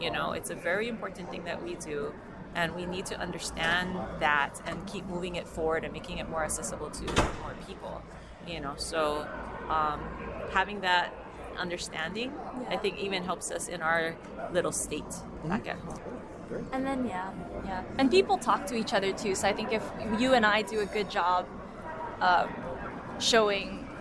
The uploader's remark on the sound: We feature interviews with several attendees of the NRMLA Annual Meeting and Expo recorded on-site during the event.